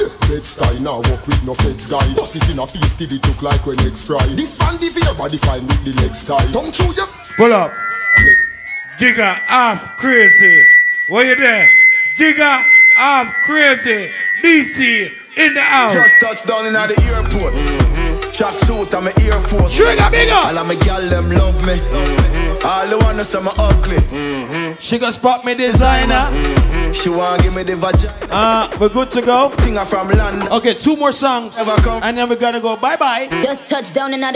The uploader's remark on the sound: Fayah Sundays Live Audio